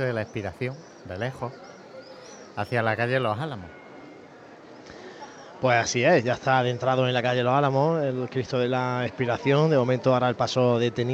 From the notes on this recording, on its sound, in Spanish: Retransmisión en directo del Jueves Santo en Jaén en el año 2023.